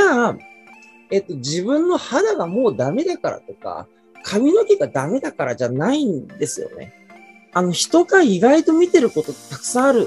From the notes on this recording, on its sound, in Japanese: こちらの配信は2022年4月にLinkd In上で行われたライブイベント企画での収録となります。